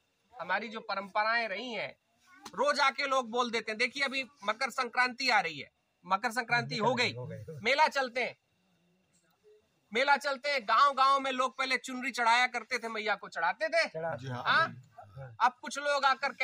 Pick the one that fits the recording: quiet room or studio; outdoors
outdoors